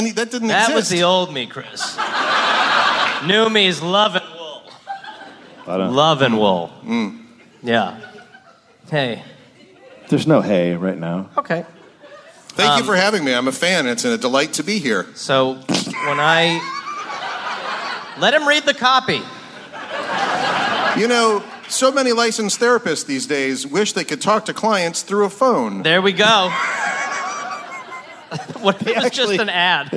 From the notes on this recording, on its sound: Live LA Podfest.